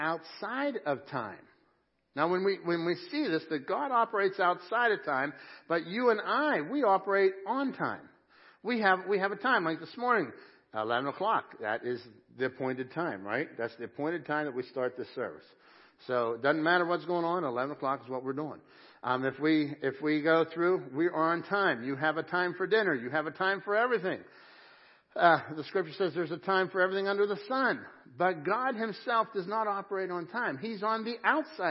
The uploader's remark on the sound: Crossroad Ministries Live Service